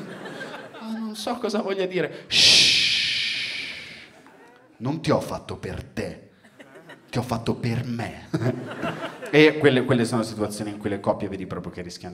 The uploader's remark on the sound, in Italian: Registrato a Firenze al Teatro Puccini.